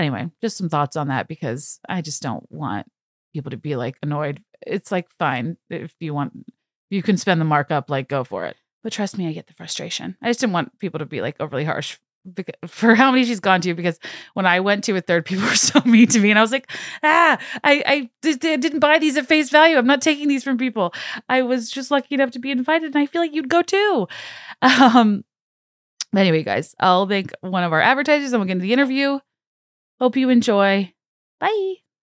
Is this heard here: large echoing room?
no